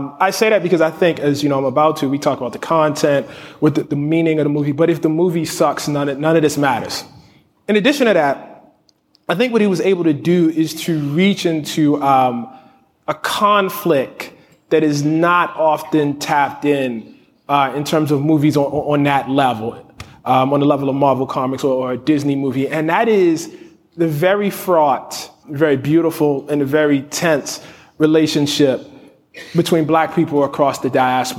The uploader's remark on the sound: Recorded in front of an audience at South by Southwest in Austin.